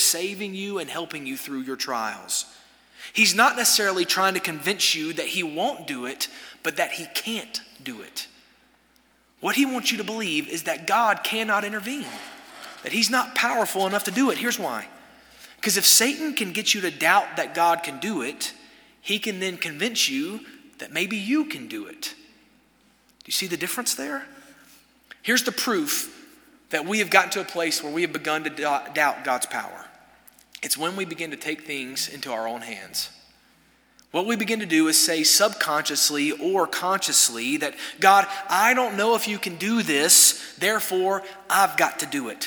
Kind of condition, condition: setting, large echoing room